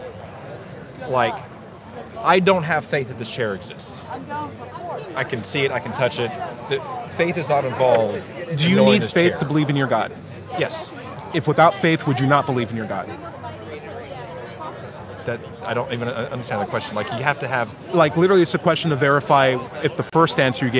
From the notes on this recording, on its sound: Recorded at Politicon 2019 in Nashville, TN.